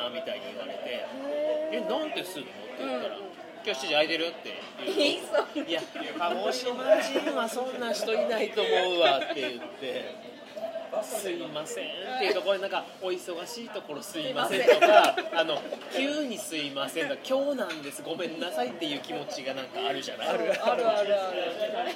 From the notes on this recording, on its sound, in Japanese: 今回のトークは、初の居酒屋収録。居酒屋収録という事で、周りのガヤガヤ感が臨場感ありますが、 その分、多少聞きにくい部分もあるかと思います。